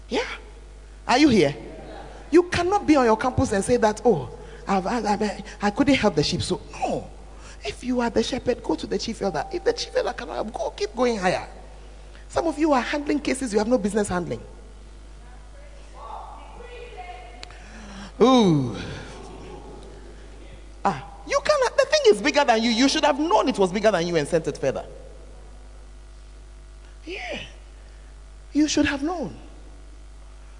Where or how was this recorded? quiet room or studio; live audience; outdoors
live audience